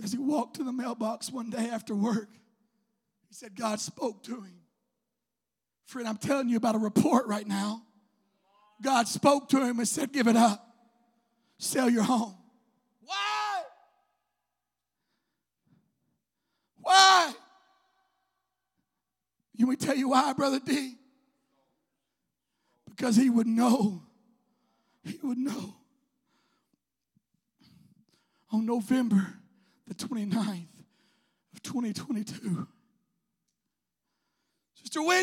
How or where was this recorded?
large echoing room